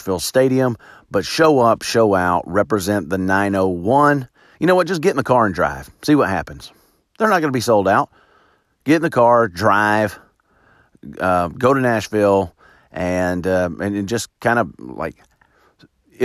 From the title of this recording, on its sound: Recorded in an Alley